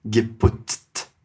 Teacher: A gente faz esses dois tzinhos duplos, porque a gente tem um tz e um t no final.